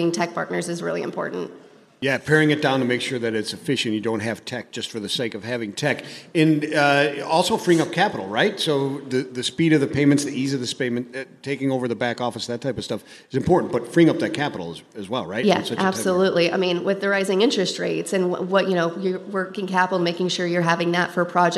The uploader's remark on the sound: Live from day 2 at the biggest party in freight, F3.